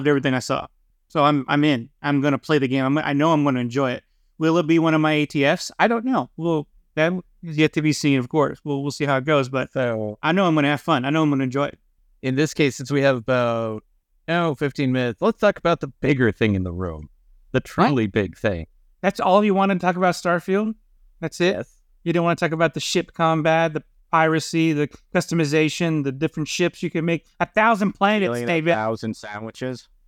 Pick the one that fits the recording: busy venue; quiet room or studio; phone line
quiet room or studio